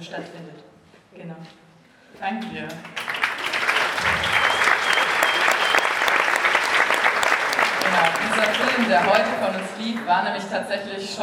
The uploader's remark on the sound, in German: Ein Mitschnitt vom Q&A. Bei der Indie Porn Night, dem letzten Abend vorm erzwungengen erneuten Lockdown des aka filmclub.